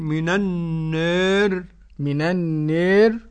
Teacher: من النار راء متطرفة قرأ ورش بالتقليل من النار